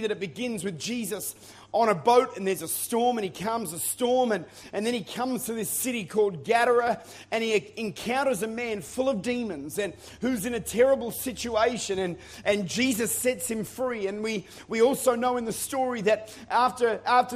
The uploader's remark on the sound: Recorded at Lifepoint Church.